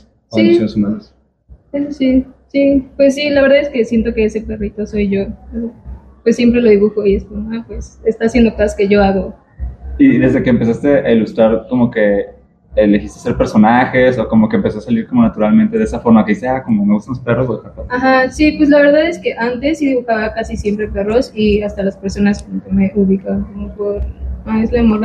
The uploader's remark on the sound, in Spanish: Parte de las entrevistas que armamos en el Festival Rayón 2023